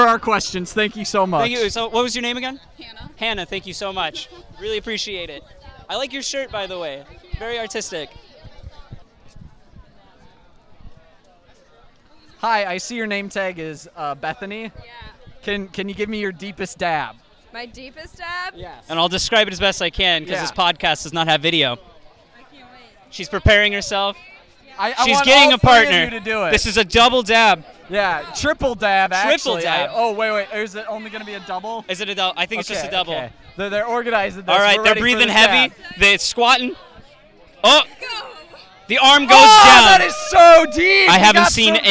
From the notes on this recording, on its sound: Club Fair Special. What else do you do at a club fair besides record a podcast?